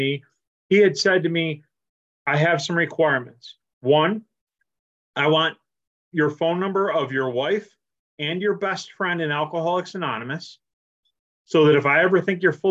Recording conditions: video call